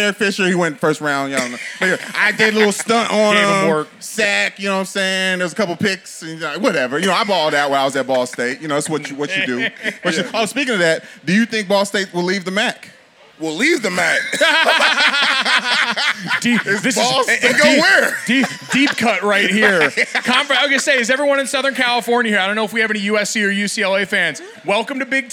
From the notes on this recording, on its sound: Podcasting on the road! Are in Los Angeles for a live show at MLB All-Star Weekend.